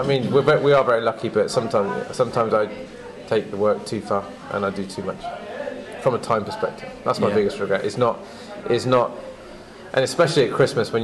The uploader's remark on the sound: From Chance & Counters & The King William Ale House, Bristol, UK. During their annual Christmas drinks.